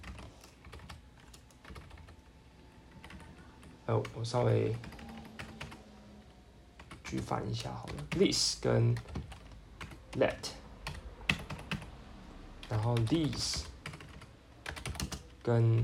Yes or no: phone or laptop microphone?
yes